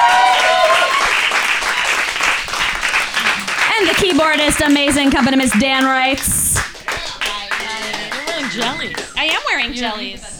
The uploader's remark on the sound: Recorded live at Q.E.D. In Astoria, Queens, New York, U.S.A.